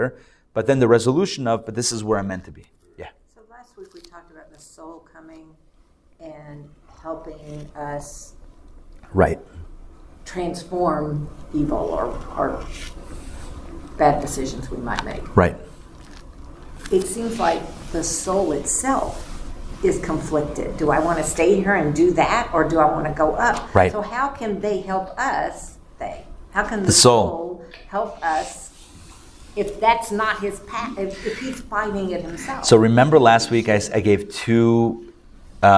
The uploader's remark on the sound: Recorded live at The Torah Center ATL on Sunday, July 30, 2023